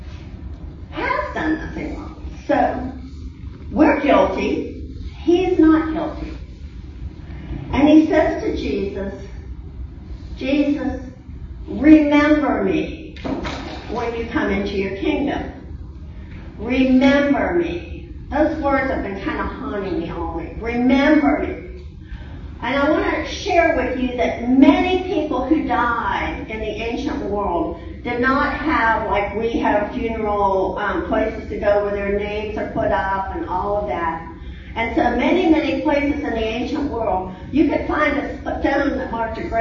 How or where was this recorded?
large echoing room